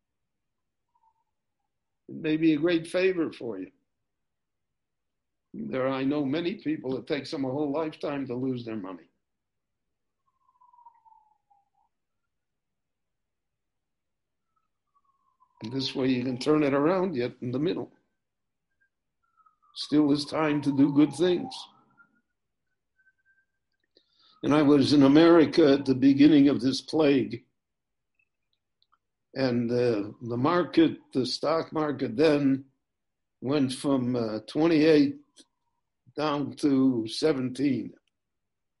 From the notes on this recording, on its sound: recorded LIVE via Zoom in Jerusalem